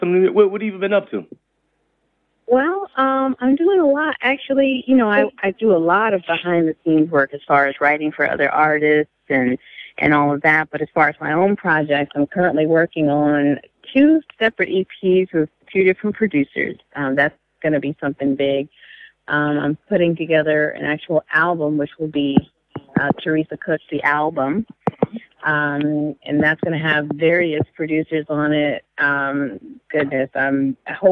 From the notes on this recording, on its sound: Here's our phone call.